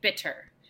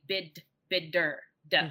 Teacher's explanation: But we do say bitter, d, right? And so that d is an allophone of t, which means that we still psychologically recognize it as t, but we say it d because of the other sounds that surround it in the word · Shown in: second take · that it's just easier for our mouths to kind of say it that way.